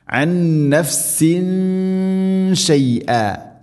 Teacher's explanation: തൻവീന് ശേഷം ഷീന് ഇഖ്ഫാ ബിഗുന്ന അവ്യക്തമാക്കി മണിക്കണം